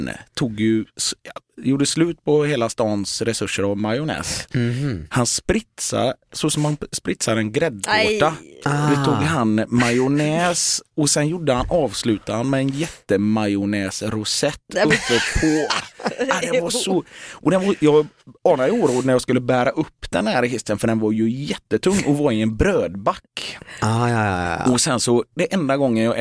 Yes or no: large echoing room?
no